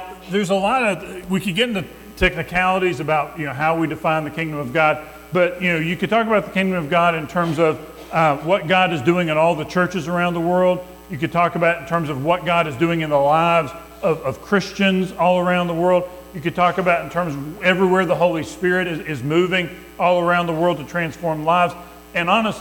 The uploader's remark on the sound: Recorded at Madison Baptist Church in Madison WV